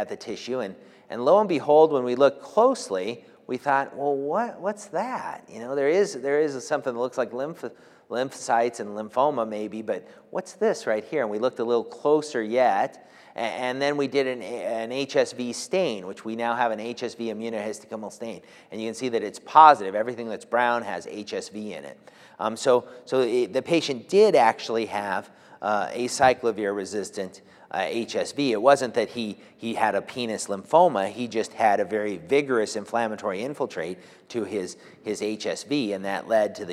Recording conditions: large echoing room